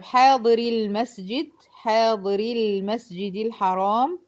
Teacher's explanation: طب حاضر المسجد، حاضر المسجد الحرام، اهي الساكن الاول هو الياء المادية بتاعت حاضري، والساكن التاني هو اللام الساكنة بتاعت كلمة المسجد، صح؟ هنا تم التخلص من التقاء الساكنين بحذف الساكن الاول وهو حرف المد · Term: طريقة الحذف